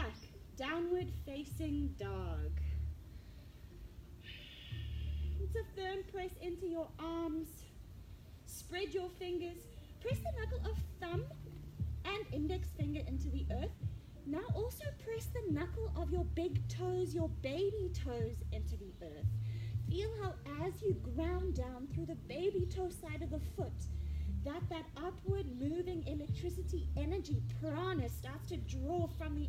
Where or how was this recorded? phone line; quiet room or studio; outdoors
outdoors